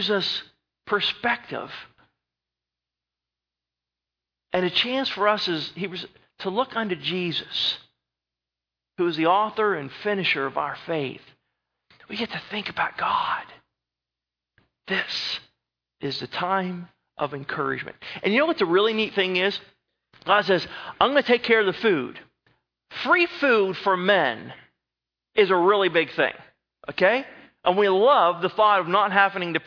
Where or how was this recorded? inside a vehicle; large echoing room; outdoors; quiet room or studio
large echoing room